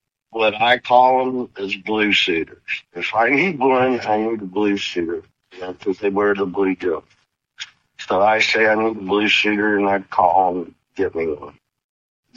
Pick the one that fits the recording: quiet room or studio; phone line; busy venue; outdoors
phone line